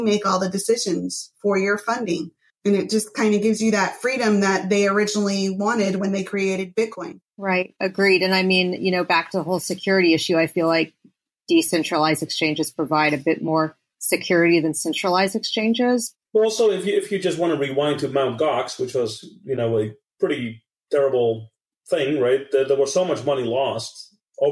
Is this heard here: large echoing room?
no